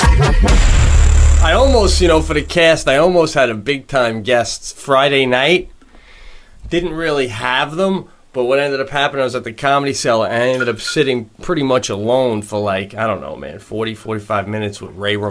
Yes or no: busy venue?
no